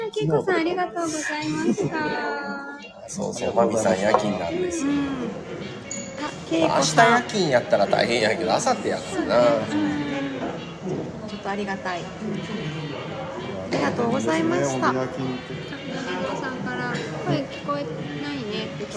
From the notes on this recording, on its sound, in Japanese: 福岡スタバ同時配信。コラボ収録。Stand.fm。